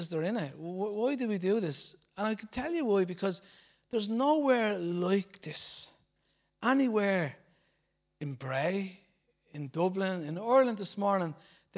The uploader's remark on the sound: Recorded live at Liberty Church on 7th April 2019